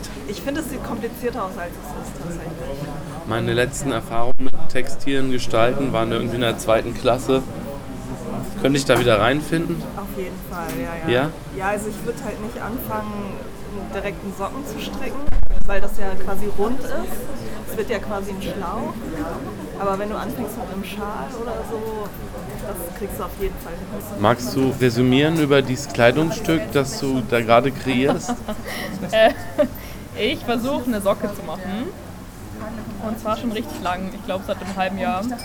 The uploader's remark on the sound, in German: Häkel- und Strickcafé im Strandi. Die gemütliche Runde in der gewohnt relaxten und einzigartigen Atmosphäre des Strandi als Audio festzuhalten.